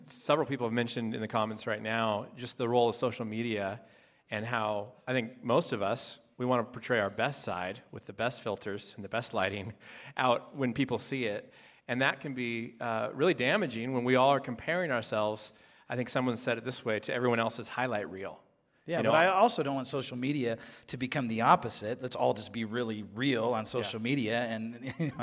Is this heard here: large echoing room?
yes